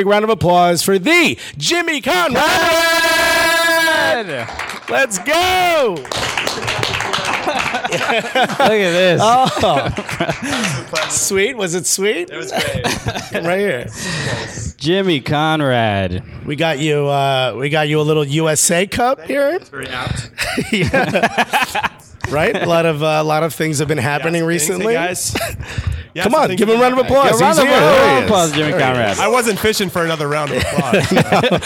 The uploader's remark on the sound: live at Upper 90 Brooklyn